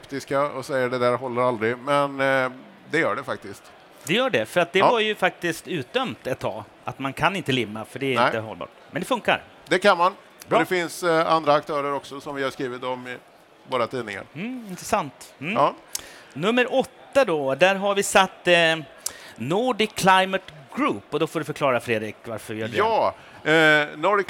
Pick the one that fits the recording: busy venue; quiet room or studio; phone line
busy venue